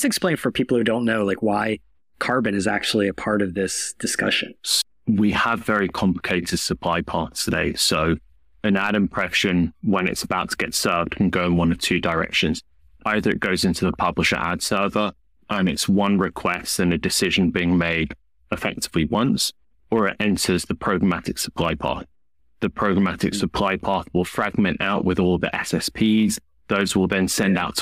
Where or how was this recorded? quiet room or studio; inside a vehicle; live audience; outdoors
quiet room or studio